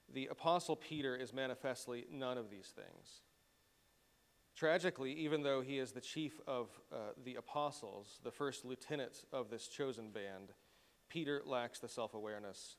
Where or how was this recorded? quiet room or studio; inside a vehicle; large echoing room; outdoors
large echoing room